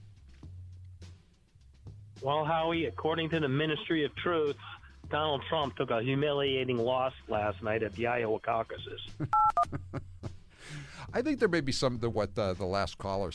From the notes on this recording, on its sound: listeners call